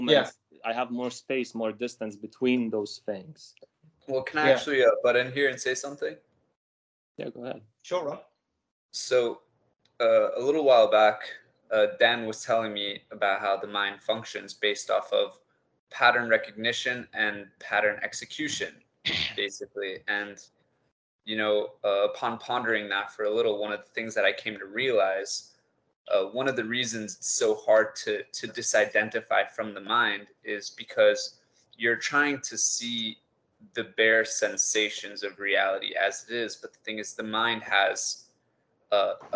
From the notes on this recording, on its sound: Skype calls.